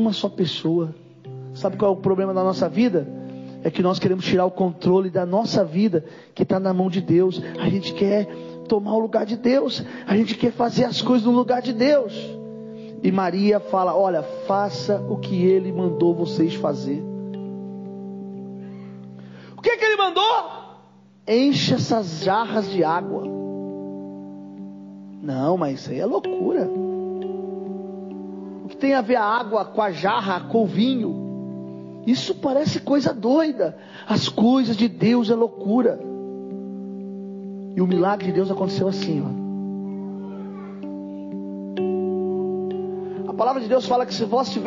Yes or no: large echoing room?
yes